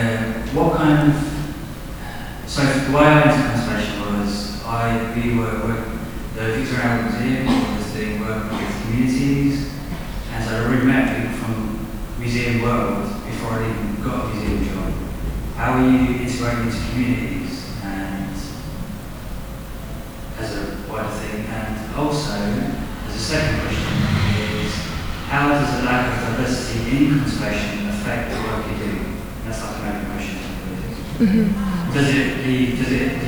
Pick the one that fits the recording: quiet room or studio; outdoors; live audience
live audience